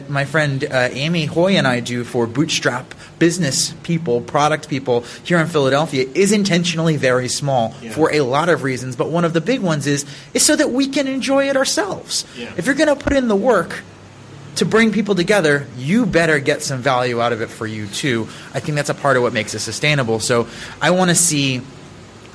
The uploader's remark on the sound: Live from the Coworking Europe Conference